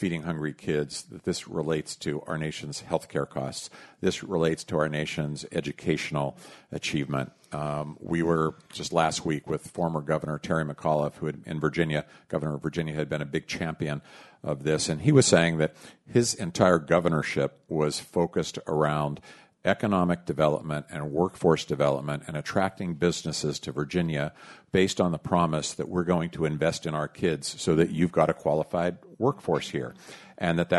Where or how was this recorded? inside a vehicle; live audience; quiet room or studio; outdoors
live audience